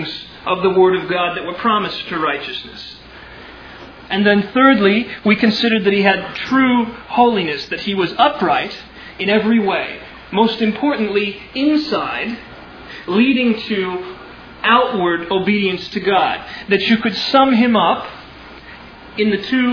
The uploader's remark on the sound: Originally delivered on 28 May 2000 at Sovereign Grace Baptist Church in Van Alstyne, TX.